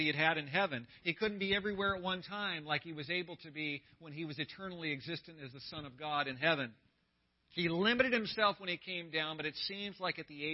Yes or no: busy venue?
no